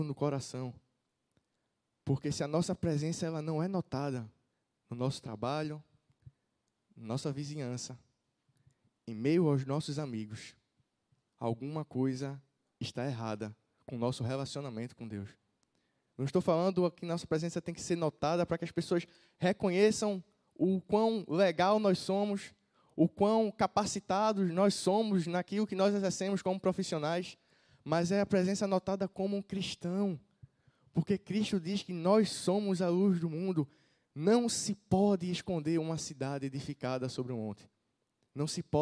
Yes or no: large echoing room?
yes